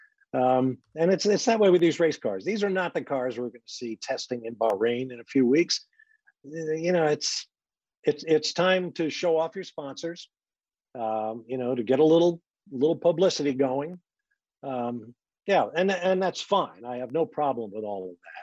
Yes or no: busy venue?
no